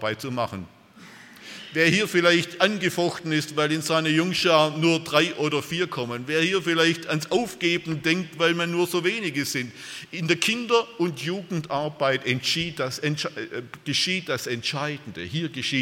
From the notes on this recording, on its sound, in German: aus dem Gottesdienst der Liebenzeller Mission